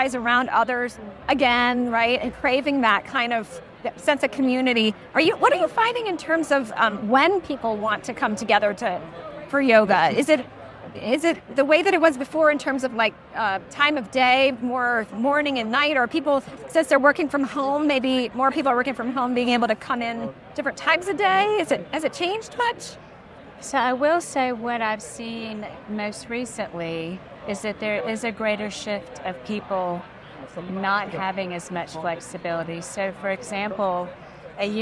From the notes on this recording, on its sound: In this episode, recorded LIVE at the Charlotte Area Chamber of Commerce Business Expo 2023, The Charlotte Ledger's team chatted up 8 local businesses for a couple minutes each.